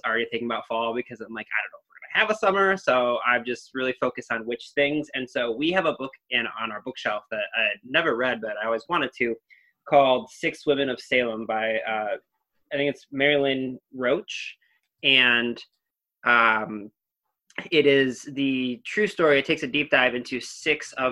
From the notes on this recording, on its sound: Onboard to round out the Zoom crew. Several kitties, puppies, and a baby.